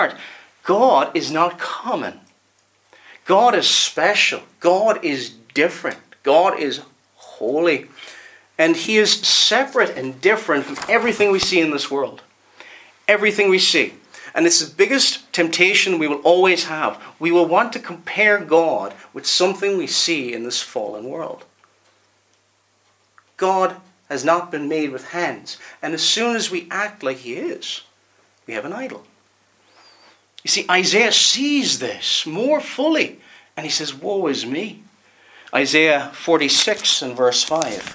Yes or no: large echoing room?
yes